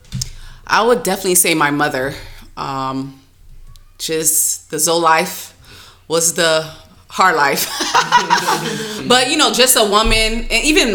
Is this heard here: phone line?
no